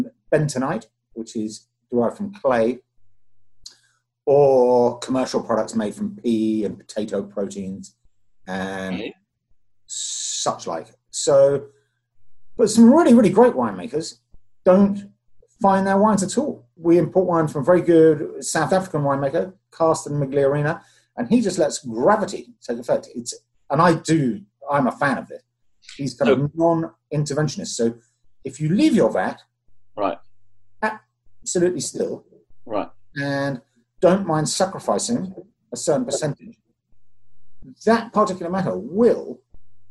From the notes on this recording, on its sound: zoom their way through their first socially distanced wine tasting